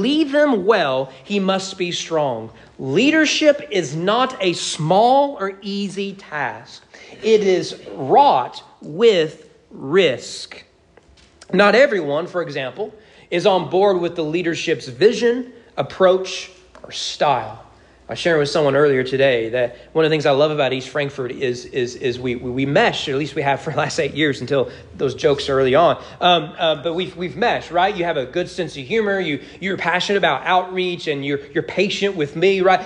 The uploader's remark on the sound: Sermon preached at East Frankfort Baptist Church on December 4, 2022 during morning worship.